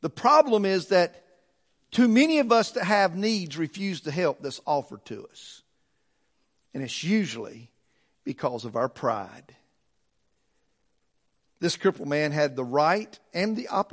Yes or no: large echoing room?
yes